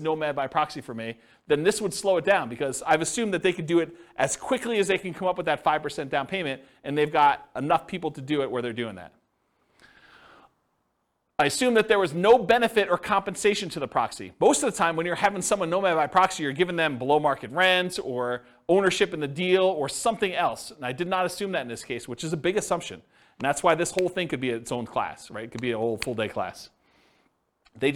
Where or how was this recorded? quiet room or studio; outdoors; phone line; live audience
live audience